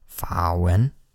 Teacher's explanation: the tones on that is a third tone and a second tone